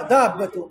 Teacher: أدغمت الباء الساكنة بالباء هي المتحركة وجعلتها حرفا واحدا في النطق